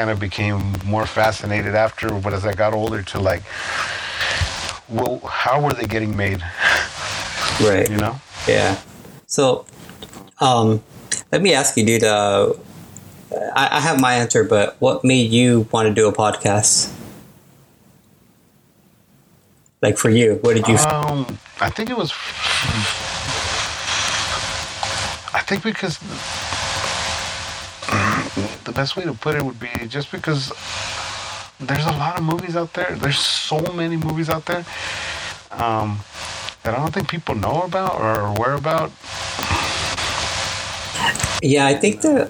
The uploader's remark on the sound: The sound might be a little rough on these first few episodes